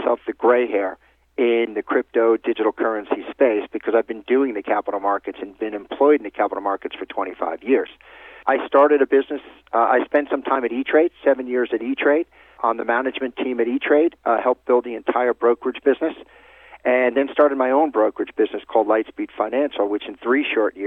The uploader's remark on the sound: called in to SmallCapVoice.